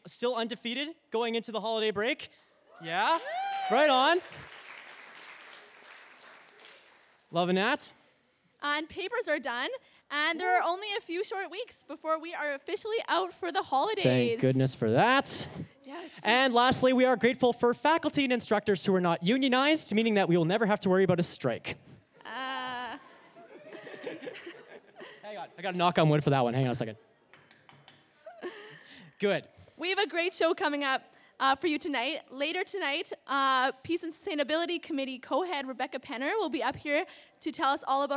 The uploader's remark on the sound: Live Christmas Gala Coffeehouse! This week on Wittenberg Radio features Wittenberg Live!